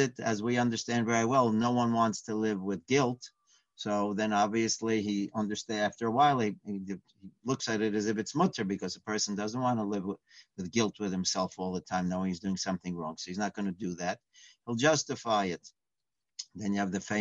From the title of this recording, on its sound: Live On Zoom